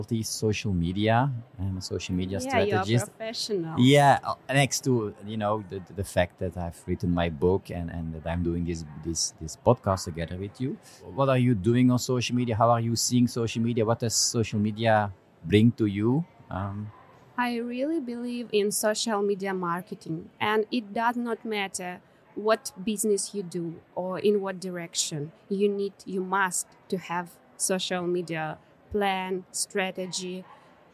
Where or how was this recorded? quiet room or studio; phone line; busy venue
busy venue